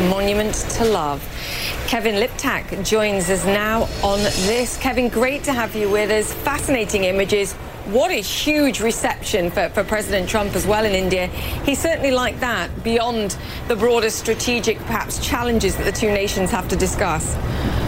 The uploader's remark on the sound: Live from the New York Stock Exchange.